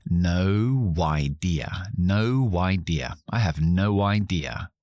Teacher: Es difícil la O y luego la I juntos. Entonces, meto un W.